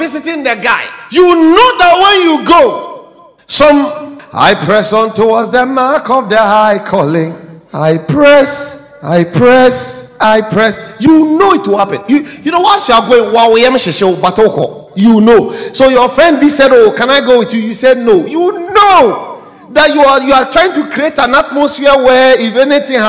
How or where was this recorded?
large echoing room